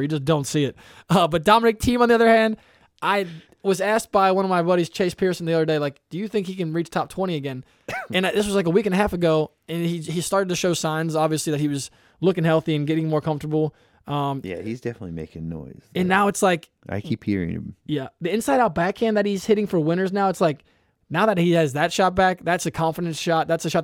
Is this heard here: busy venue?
no